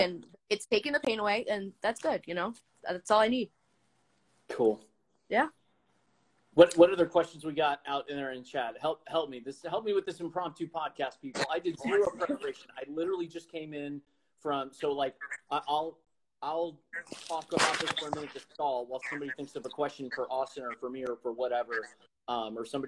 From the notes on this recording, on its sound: LIVE: "Talk Sober to Me" (IG Pop-up Pod). On a whim I hopped on IG Live. We took questions in the chat.